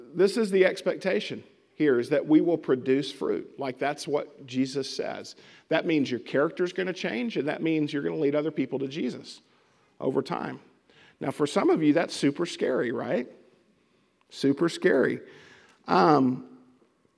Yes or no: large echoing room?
yes